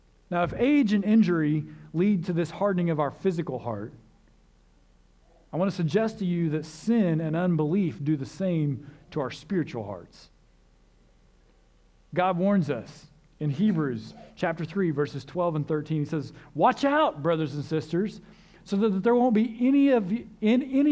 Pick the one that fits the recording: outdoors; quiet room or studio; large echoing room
large echoing room